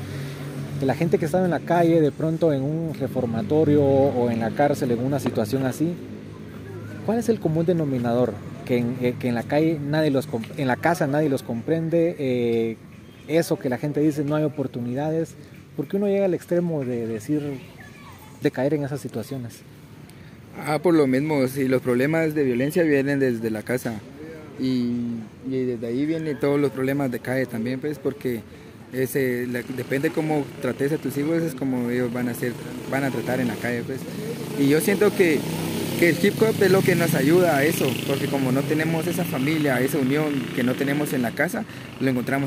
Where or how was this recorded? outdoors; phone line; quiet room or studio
outdoors